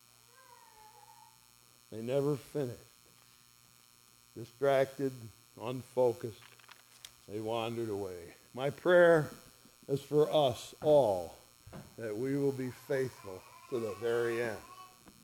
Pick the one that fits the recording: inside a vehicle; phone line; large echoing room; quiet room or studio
large echoing room